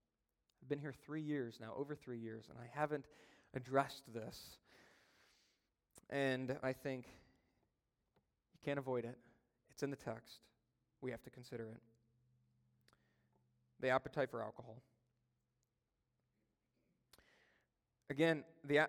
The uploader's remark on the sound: During a Sunday Evening Service.